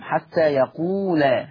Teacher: وحفص عن عاصم يقرأ بفتح اللام